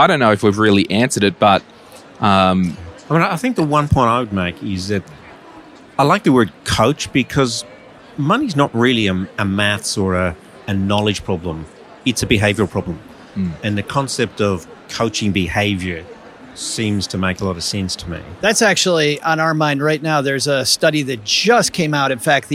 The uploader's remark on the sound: Live at FinCon22. This episode was recorded live in the expo area at FinCon22, Orlando Florida.